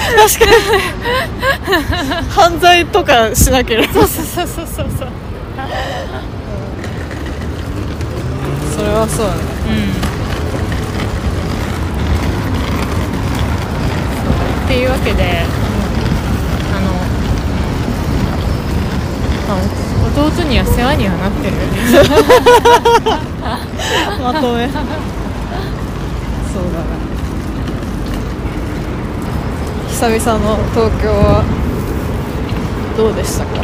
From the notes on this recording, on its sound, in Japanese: 東京散歩しながら。年末の帰国で一年半ぶりの再会を果たし、久々の対面収録になりました。せっかくなので街をぶらつきながら。